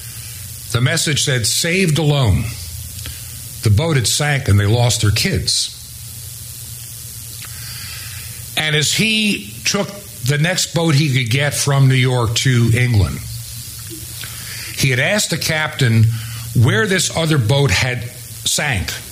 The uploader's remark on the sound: preached at Trinity Chapel in Seven Mile Ford (Marion) Virginia